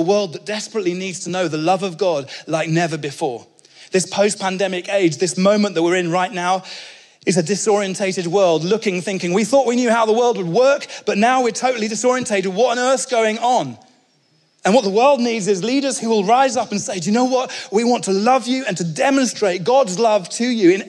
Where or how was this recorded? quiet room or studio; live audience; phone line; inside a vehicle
live audience